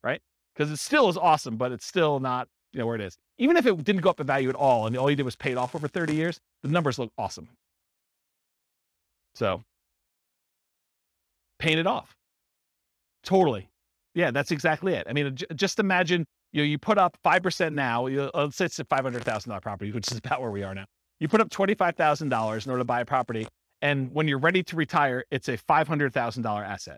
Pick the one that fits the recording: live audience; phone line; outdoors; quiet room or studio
live audience